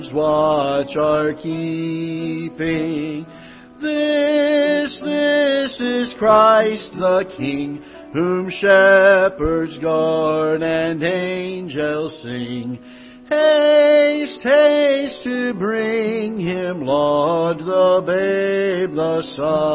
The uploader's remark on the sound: Ketha Heights Baptist Church ~ Live Broadcast